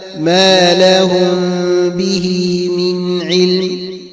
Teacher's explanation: التقت الميم بالباء مثل قوله تعالى ما لهم به من علم، فلا بد من إخفاء الميم ولا تنطبق حينها، ويعوض عن ذلك بصوت الغنة من الخيشوم